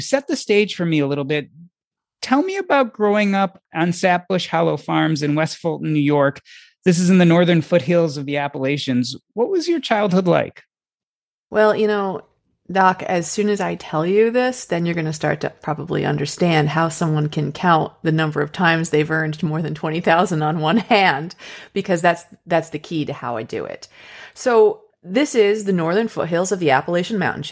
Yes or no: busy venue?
no